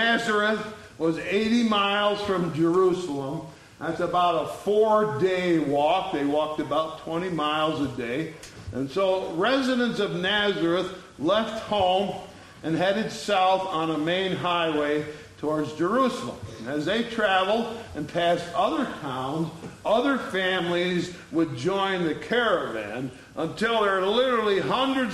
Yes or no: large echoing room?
yes